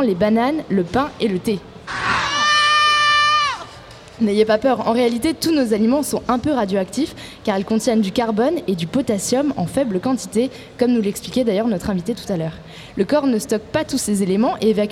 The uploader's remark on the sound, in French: Une émission spéciale en direct de la Cité des congrès pour couvrir les Journées scientifiques de l’Université de Nantes.